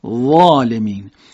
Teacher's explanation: اما ز تازه‌ای رو باید ما به شکل سایشی و با رخوت و سستی ادا بکنیم. حالت انفجاری نداره. مثلا در کلمه ظالمین نمیگیم ظالمین.